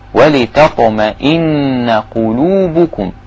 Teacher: النون هنا عليها شدة يبقى لازم أغن حركتين